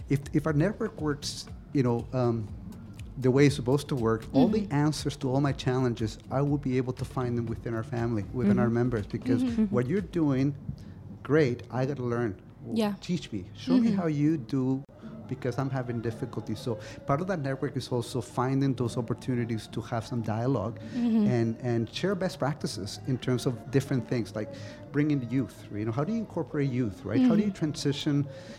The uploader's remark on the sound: Live from SHD 2023